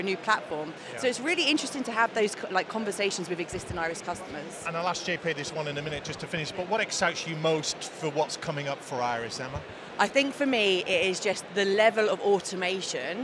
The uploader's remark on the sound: Accountex 2023 Live Interviews